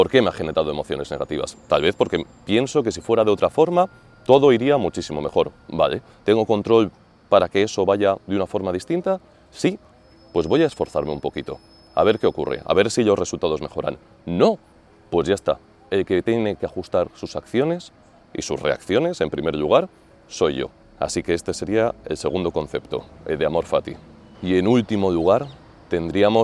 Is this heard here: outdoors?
yes